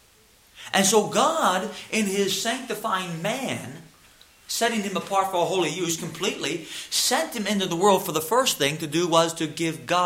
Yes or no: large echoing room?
yes